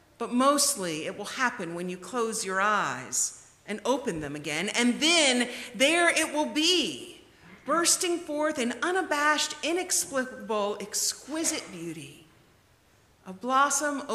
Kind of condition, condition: setting, large echoing room